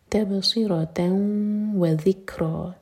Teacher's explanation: تنوين كي بعد واو تو ادغام غنة كي ساد جبه هم ادغام غنة كي ساد کرتے ہیں تو ناک میں آواز لے جاتے ہیں اور دو سیکنز کا ٹائم دیتے ہیں